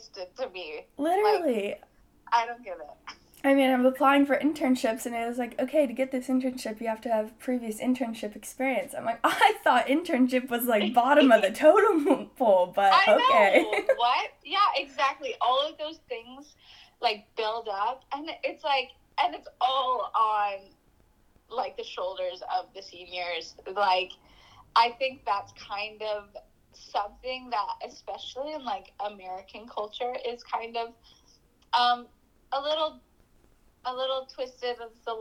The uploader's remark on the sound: The sound quality is due to the nature of the phone call enforced by COVID-19 pre-cautions.